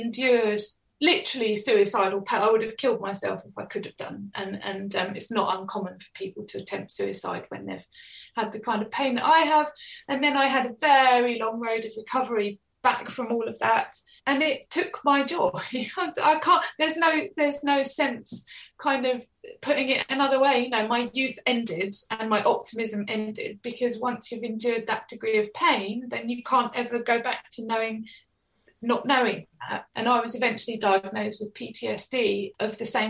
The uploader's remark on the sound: get her on the Zoom, for a natter